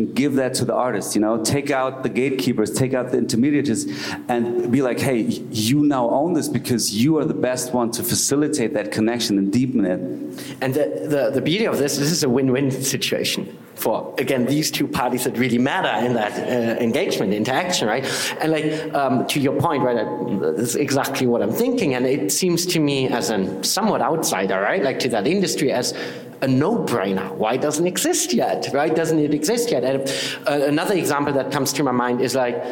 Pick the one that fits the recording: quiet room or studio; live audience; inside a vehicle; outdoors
live audience